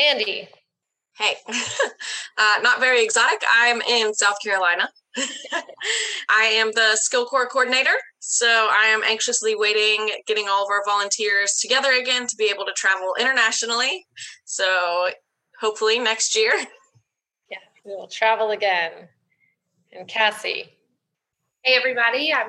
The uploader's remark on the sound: Throughout this time, we’ve continued to meet with our partners every month over large Zoom calls. As one could expect from a live call with 13 participants from 13 different locations across the world, we had some sound issues, but we have done our best to correct them for this podcast.